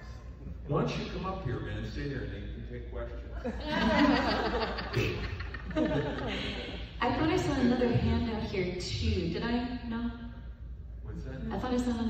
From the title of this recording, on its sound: panel, Days of the Dead Indy - July 18, 2021